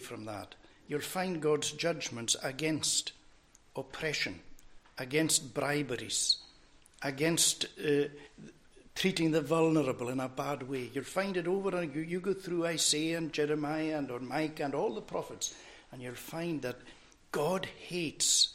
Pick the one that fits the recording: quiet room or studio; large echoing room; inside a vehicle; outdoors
large echoing room